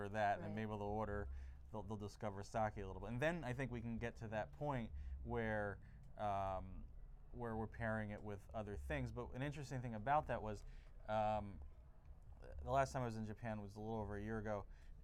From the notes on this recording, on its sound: Live From Now Serving in L.A. At the Los Angeles culinary bookstore, Now Serving, he recorded a sake Q&A.